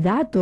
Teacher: te dicen dato, porque es más fácil la lengua sacarla fuera